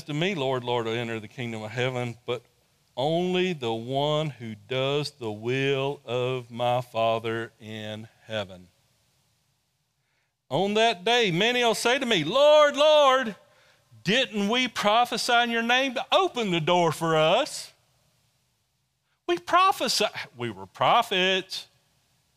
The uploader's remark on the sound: Sunday Service recorded live form New Life Church in Dothan, AL.